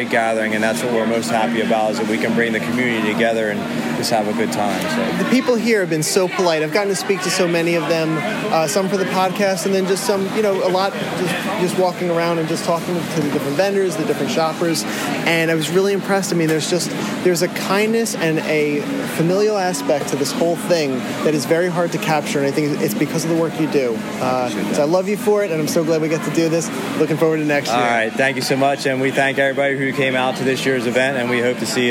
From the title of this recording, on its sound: Live From The Toys For The Ages Expo